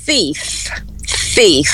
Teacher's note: o ladrão começa com a fricativa interdental, que é você colocar a língua entre os dentes superiores